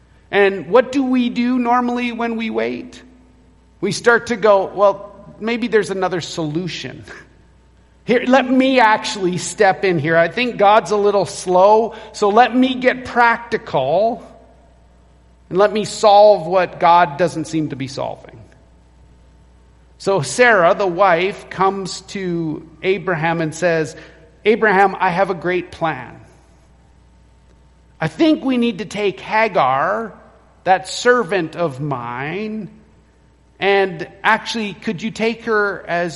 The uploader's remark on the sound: Recorded at Renfrew Baptist Church, Calgary